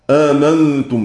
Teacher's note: وحفص يسقط الهمزة الأولى في المواضع كلها